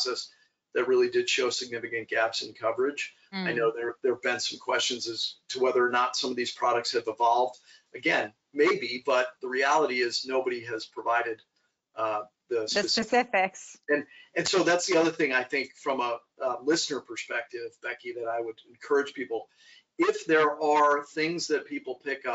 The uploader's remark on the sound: We share our webinar.